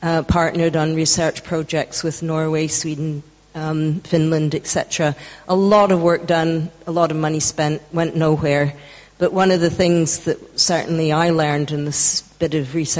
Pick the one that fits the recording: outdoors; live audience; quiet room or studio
live audience